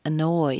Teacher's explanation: You hear the stress on the second syllable. The first syllable is a schwa. It's very weak.